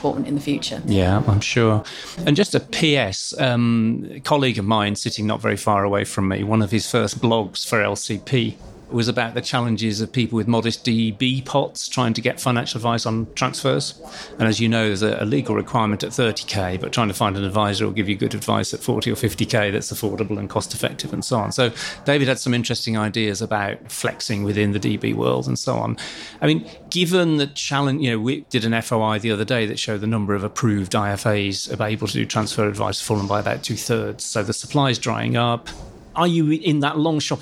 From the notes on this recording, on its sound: On the road - PLSA day three pt. 2. Recorded live at the annual PLSA conference in Manchester!